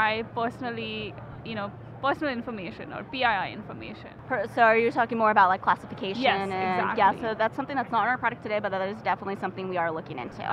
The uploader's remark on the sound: live from Microsoft Inspire